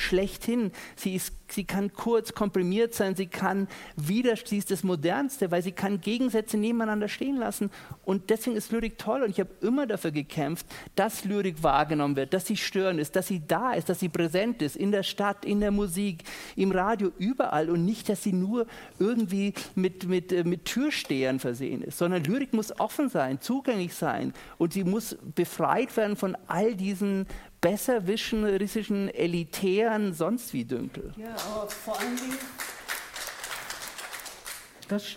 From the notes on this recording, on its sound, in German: Live vom Erlanger Poetenfest